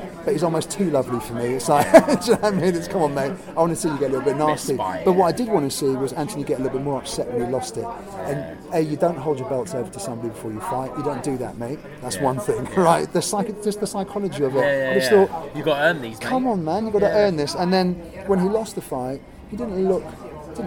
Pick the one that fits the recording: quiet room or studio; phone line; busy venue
busy venue